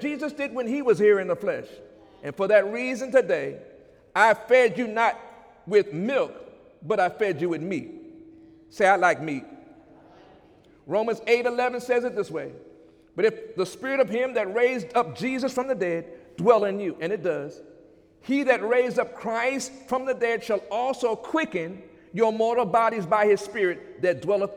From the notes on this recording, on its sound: During Sunday morning service on April 16, 2017